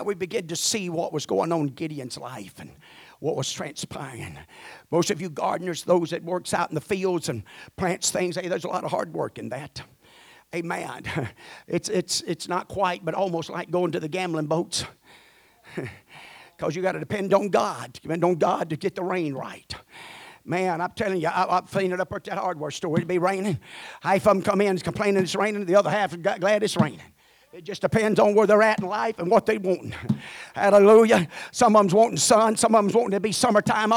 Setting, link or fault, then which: setting, large echoing room